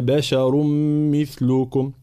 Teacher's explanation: مع ترقيق حرف الباء وحرف الشين في كلمة بشر